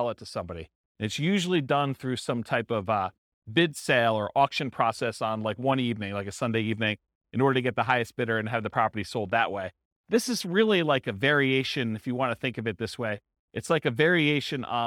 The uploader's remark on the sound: This was a live class recorded